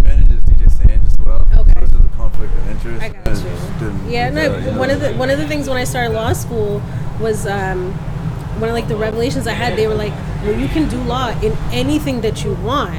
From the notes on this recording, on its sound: On a windy March evening, sat atop a rooftop while a bustling music industry conference took place beneath us